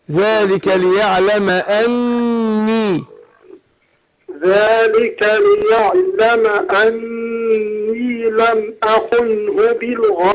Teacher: النون مشددة هتاخد قلنا حركتين والياء هتاخد المد الطبيعي بتاعها